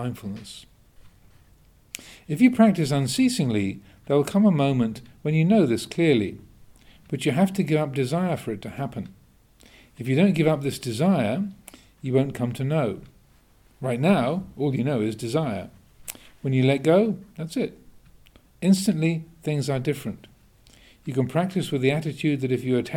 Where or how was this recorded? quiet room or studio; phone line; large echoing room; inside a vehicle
large echoing room